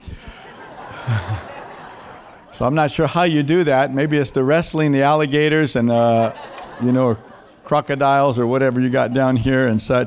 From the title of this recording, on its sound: Foursquare Centenary Conference - Day 2, Session 3